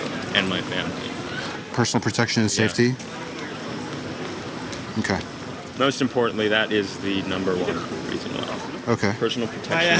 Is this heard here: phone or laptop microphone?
yes